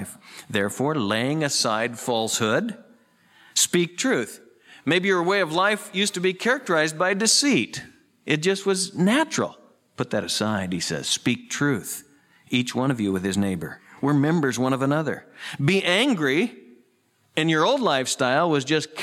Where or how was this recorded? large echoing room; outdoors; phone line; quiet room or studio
large echoing room